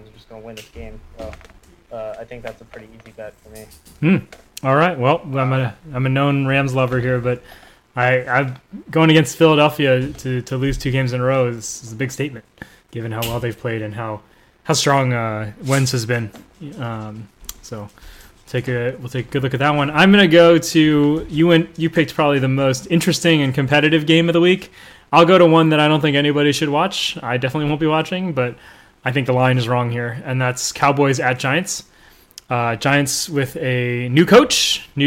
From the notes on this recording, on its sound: Apologies for the audio levels.